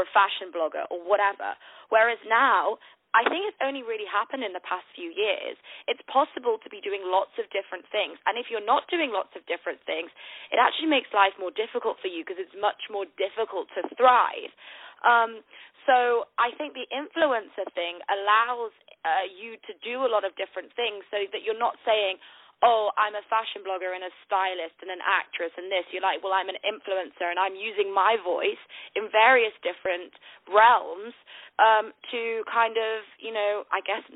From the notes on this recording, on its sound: On the phone